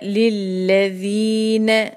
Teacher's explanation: نے کی آواز بہت کنٹرول کے ساتھ چھوٹی، للذین لمبی نہ ہونی پائے